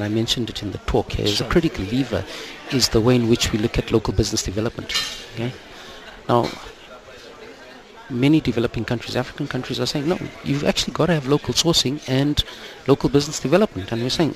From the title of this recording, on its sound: Africa Shared Value Summit (Outside Broadcast)